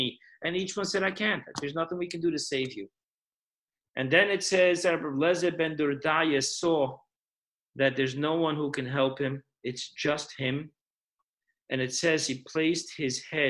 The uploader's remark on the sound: Weekly Zoom Parsha Class